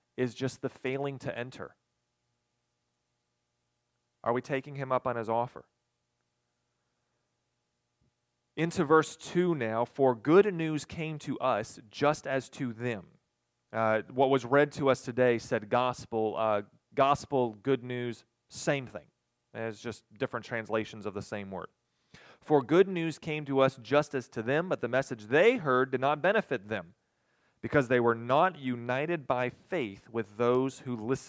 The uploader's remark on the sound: recorded on August 27, 2022, at Ringgold Seventh-day Adventist Church